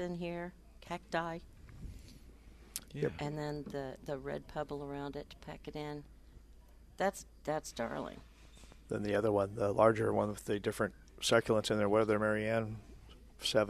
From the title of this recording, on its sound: Plant Experts Live at Prairie Gardens